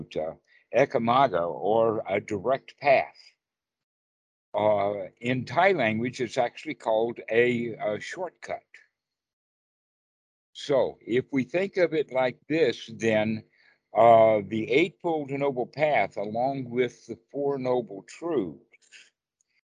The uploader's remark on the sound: skype calls on this channel